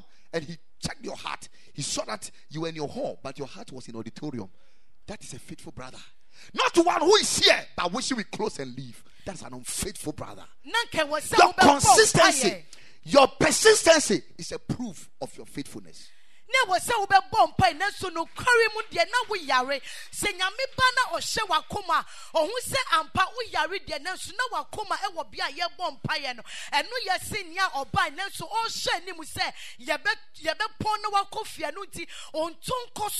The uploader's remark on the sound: Preached at Ekklesia Chapel